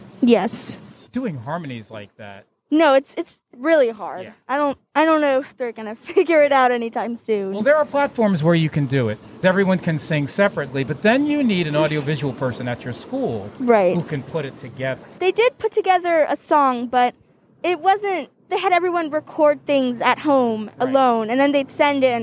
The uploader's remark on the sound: In this energetic conversation outdoors amongst the busy comings and goings of a Fort Green Brooklyn sidewalk coffee shop (Hungry Ghost).